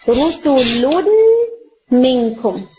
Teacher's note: نون اپنا مخرج اور اپنی تمام کوالٹیز کو چھوڑ کر نیکسٹ لیٹر کو ڈبل کر دیتا ہے · Term: ادغام کامل